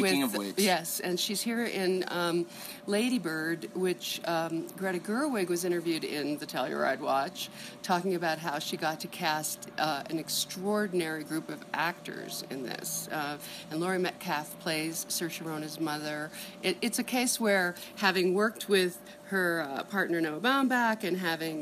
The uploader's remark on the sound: Sit down at the Telluride Film Festival.